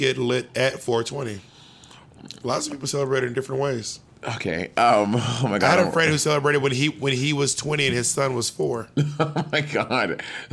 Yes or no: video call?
no